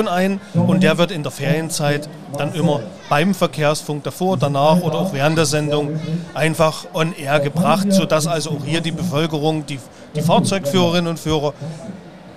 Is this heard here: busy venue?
yes